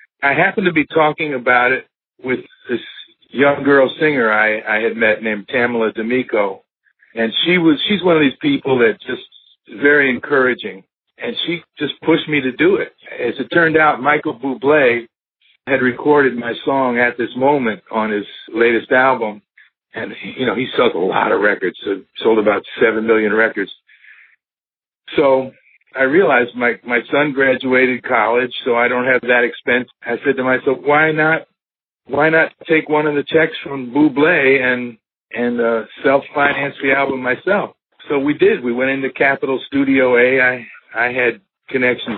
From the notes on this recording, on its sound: This episode features a telephone interview